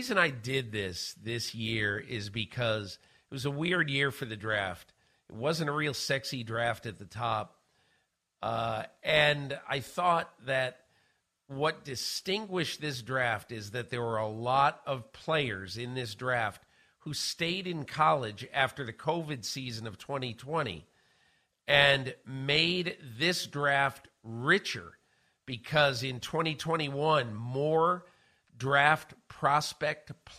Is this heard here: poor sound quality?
no